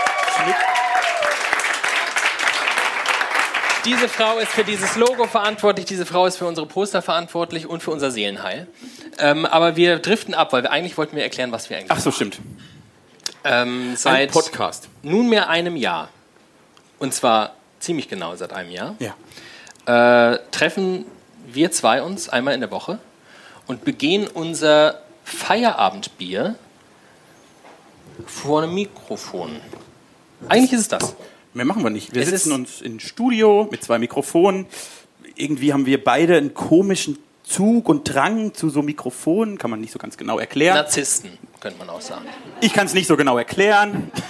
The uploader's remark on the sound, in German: WiEderlicher LIVE. Genießt den ersten Teil der großen Live-Show von wiEderlicher!